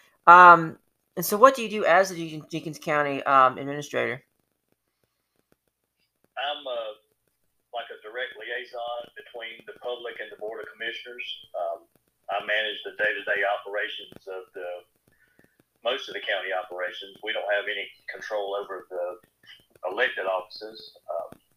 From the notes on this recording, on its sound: On the first over the phone interview.